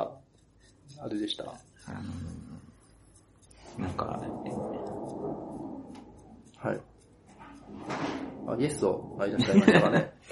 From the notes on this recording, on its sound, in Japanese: スクラム道関西の 大忘年会 を開催しました。忘年会の最中にアジャイルラジオの収録を試みたのですが、、、ノイズが大きく編集が無理だったので雰囲気だけ楽しんでください。